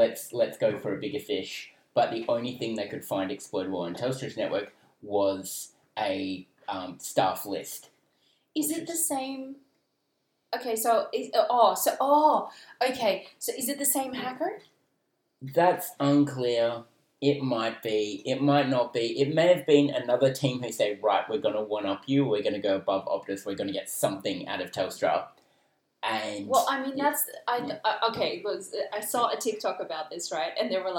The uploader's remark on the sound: Screws up the audio recording.